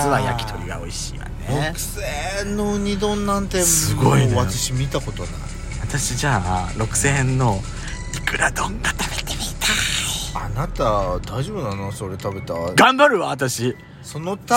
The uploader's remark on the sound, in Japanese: ドスドライブ収録 #ロードノイズゴメンね。